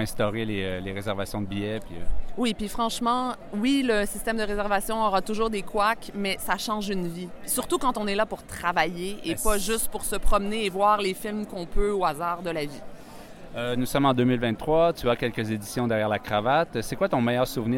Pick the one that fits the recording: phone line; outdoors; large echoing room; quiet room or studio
outdoors